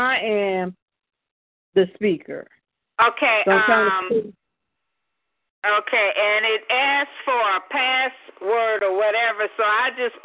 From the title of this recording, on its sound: Divas For Christ Teleconference